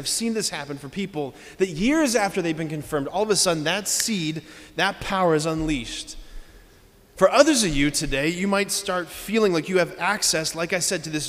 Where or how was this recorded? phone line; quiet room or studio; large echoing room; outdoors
large echoing room